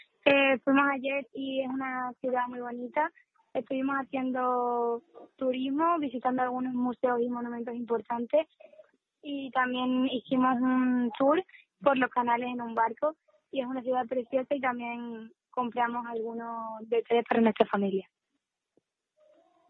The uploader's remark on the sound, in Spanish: Badajoz-Hardenberg. Entrevista telefónica.